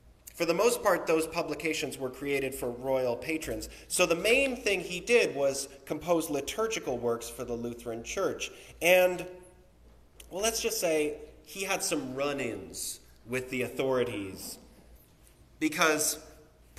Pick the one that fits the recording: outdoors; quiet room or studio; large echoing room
large echoing room